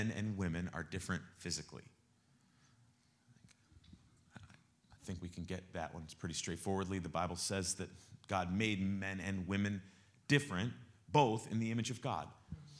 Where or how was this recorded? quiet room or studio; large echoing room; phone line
large echoing room